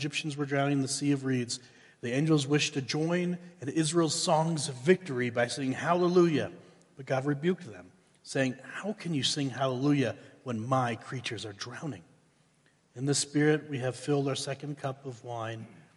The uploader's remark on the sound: Woodland Life Church Live - 2022/04/16 - Audio